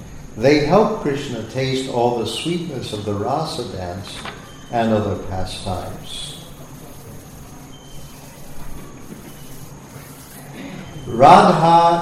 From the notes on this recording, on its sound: Sunday Feast lecture at ISKCON Philadelphia